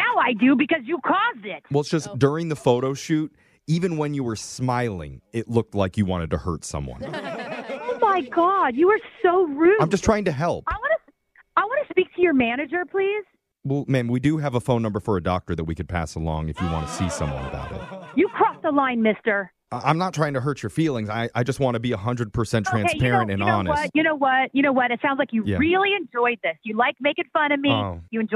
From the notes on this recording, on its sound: Phone Tap